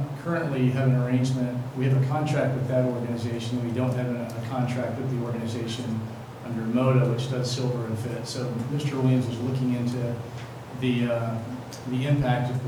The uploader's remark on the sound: Live recording of Astoria City Council Meeting. This council meeting was held on a Tuesday night instead of the usual Monday, because of the Labor Day holiday.